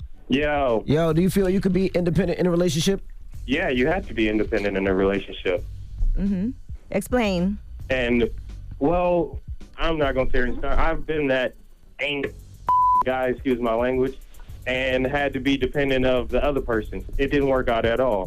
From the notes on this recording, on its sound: We opened up the phone lines to find out if you can be independent in a relationship.